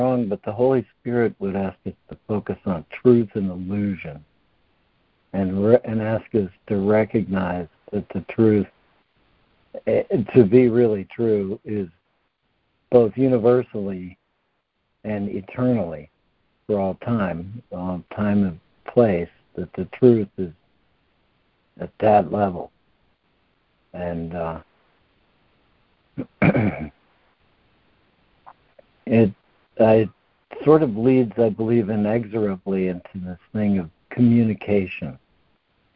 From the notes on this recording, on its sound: ACIM Daily Conference Call